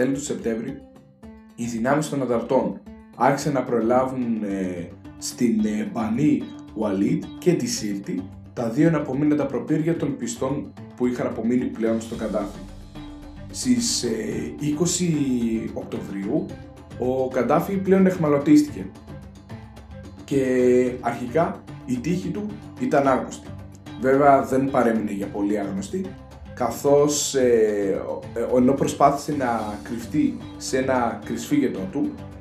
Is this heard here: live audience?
no